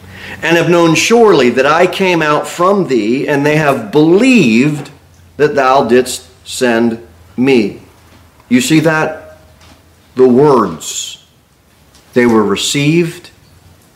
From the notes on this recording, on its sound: Sermon delivered at Pilgrim Baptist Church. Pilgrim Baptist Church, located at 229 W. Jere Whitson Rd. Cookeville, TN 38501.